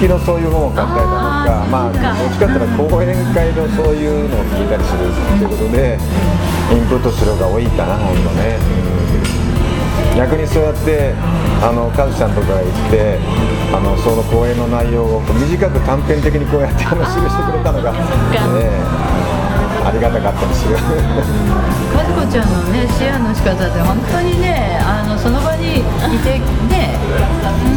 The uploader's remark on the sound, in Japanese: ぶらり旅の後に、モスバーガー店内で対談収録。